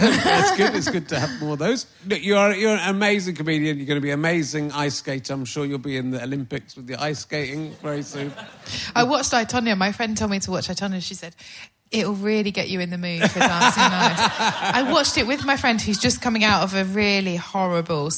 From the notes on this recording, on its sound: It’s another live Book Club, this time recorded at the Leicester Square Theatre.